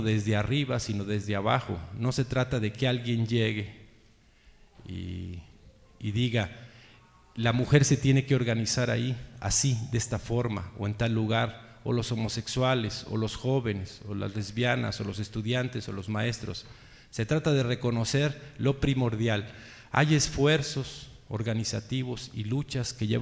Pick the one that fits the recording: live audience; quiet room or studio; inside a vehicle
live audience